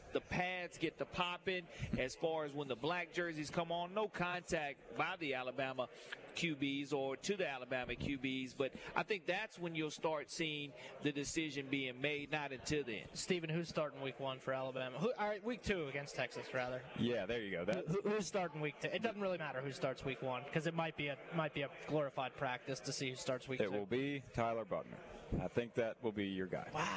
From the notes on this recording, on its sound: Live at SEC Media Days: Day 1. The Nashville SEC Media Day One!